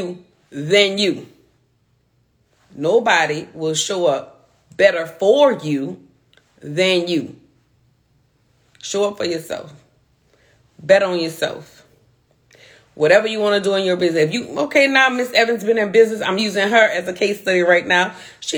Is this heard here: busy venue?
no